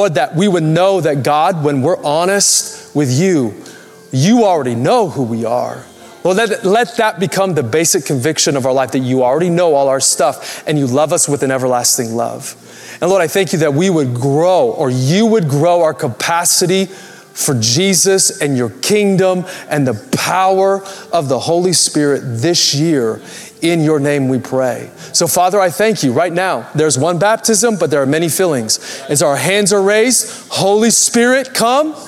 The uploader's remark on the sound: Recorded Live at Capital Church Meridian, Idaho